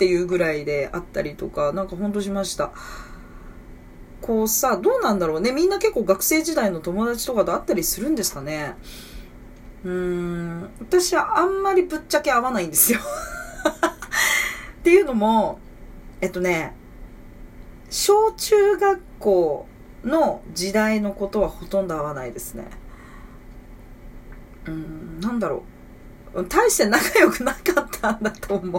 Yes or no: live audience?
no